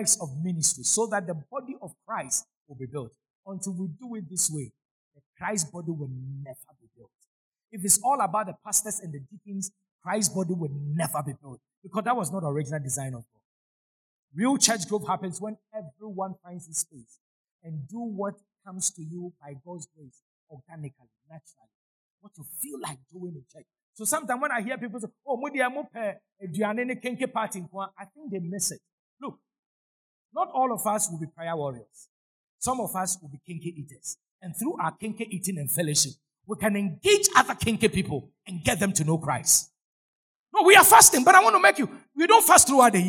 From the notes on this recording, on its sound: Sermon preached at CBC Shiashie Campus